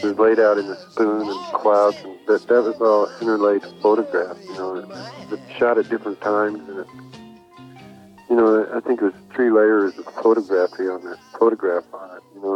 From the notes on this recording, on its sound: An extraordinary 1983 phone interview. His tapes of his phone conversations.